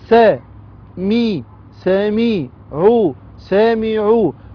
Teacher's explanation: سامعوا واو مد طبيعي حركتان